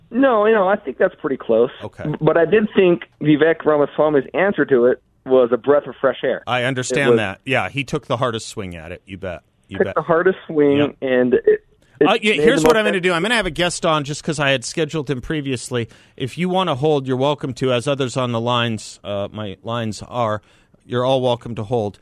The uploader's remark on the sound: on the phone